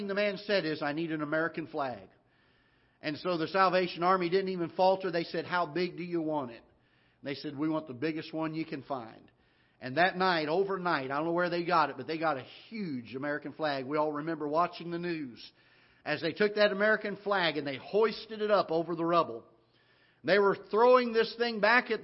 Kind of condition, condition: setting, large echoing room